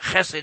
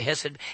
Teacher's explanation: It's actually pronounced chesed. It's got a rough guttural sound to it. · Shown in: first take